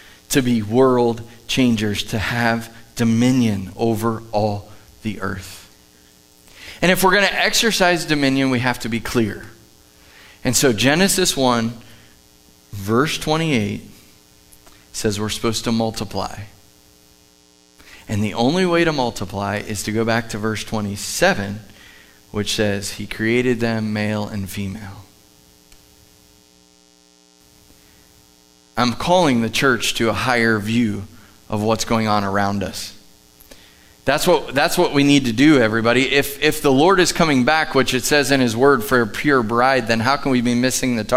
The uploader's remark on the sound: Live from The Summit Church in Dover, OH